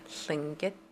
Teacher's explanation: Tlingit is a tonal language, and so your tone will go, it's a high tone at the end, so your voice will go up at the end.